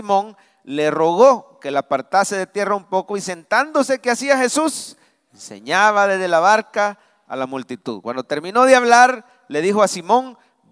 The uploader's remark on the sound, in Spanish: Mensaje predicado en vivo desde el Centro Familiar de Adoración CEFADCHURCH. San Salvador.